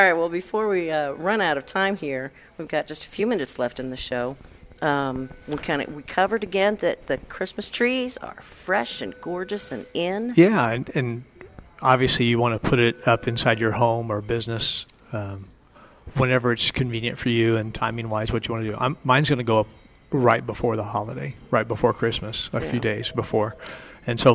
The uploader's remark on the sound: Live at Prairie Gardens.